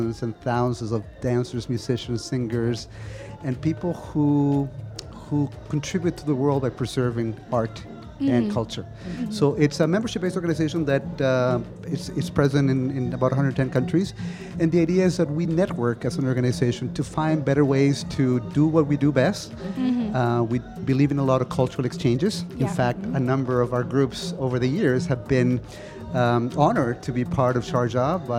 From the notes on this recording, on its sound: Live from SHD 2023